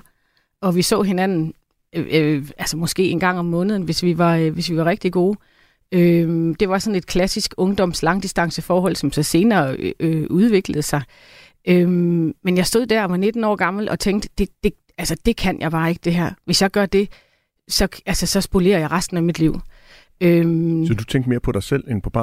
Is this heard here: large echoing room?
no